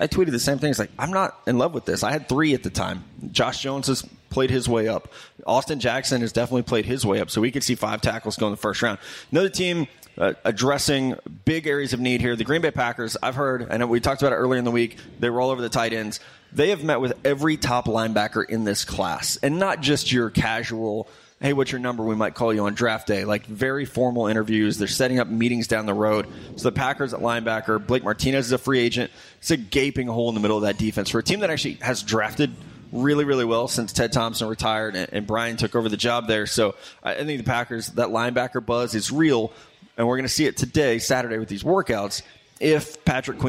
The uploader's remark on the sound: back at TwoDeep Brewery in Indy for a special live NFL Combine show